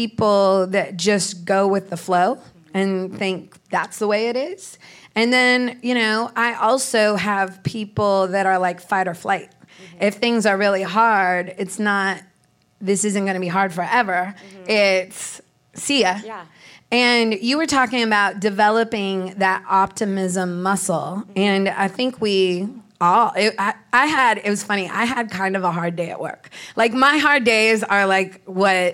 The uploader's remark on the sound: It’s the first Idea Fountain episode we’ve taped in public with an audience at The Bungalow in Santa Monica